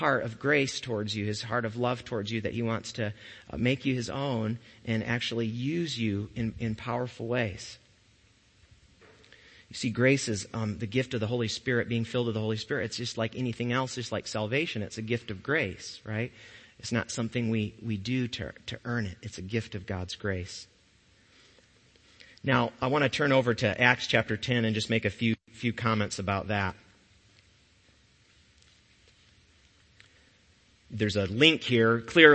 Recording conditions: large echoing room